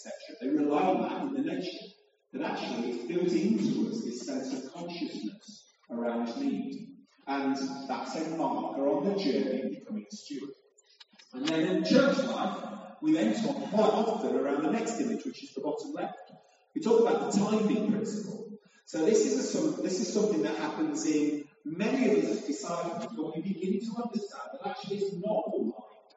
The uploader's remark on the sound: Apologies for the sound quality. Due to a technical problem we ended up using a less than ideal solution.